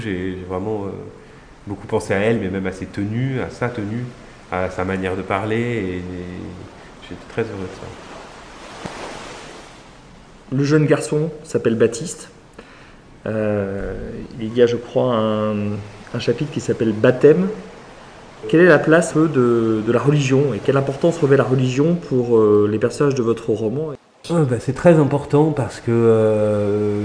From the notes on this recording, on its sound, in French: en musique, en mots, sur une plage de Rosny-sous-Bois, à l'occasion du festival Hors limites 2021